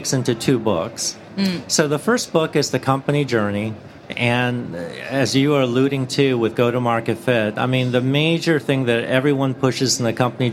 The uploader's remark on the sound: recording live at the Podcast Studio at SaaStock18